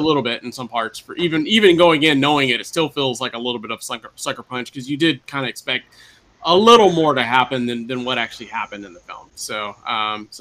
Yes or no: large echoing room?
no